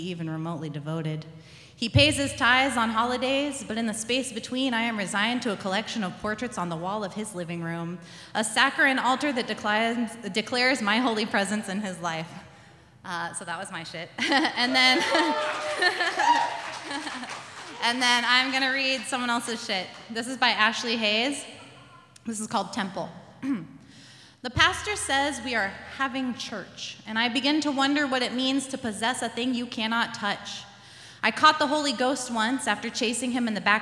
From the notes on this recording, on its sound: This is the live recording